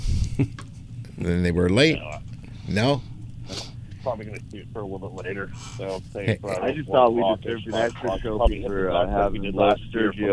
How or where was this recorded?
busy venue